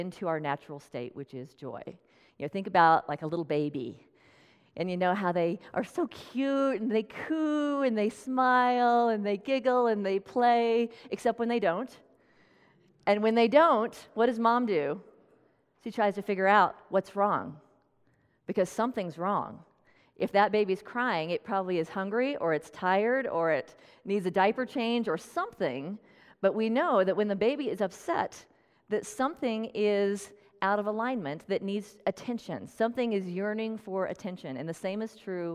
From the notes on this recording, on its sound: Tune in to this special talk, recorded at Unity of Red Rocks in Morrison, Colorado.